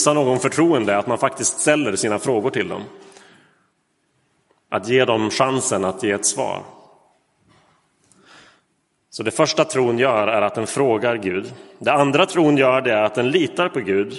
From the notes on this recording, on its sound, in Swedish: Inspelad i Roseniuskyrkan den 23 oktober 2022.